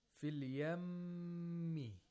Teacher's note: The meme has تَشْدِيد. Therefore, we have to apply nasalization. We have to hold the sound of meme for two vowel counts.